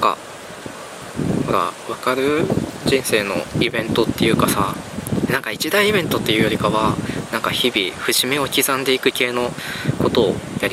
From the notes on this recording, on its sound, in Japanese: 今回も外収録とビデオポッドキャストです